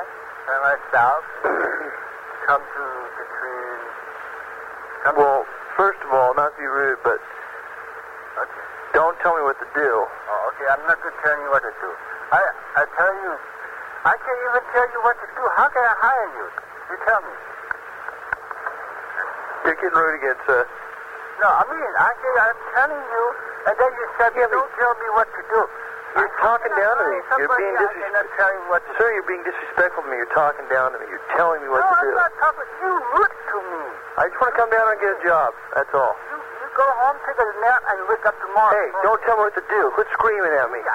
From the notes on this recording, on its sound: …'s Personal Prank Phone Calls Collection.